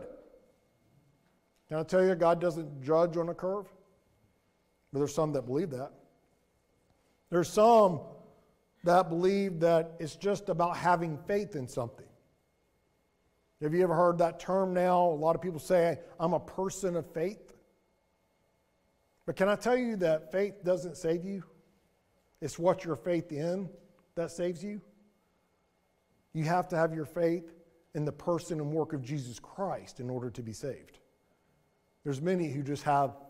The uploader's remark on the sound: Sermon audio from Mission Church in Locust, NC.